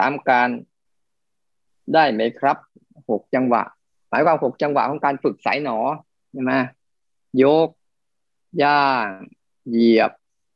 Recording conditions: video call